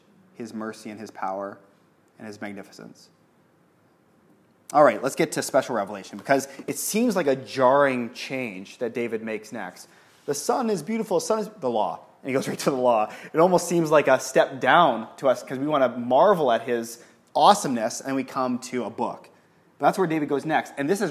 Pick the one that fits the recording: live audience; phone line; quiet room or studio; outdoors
live audience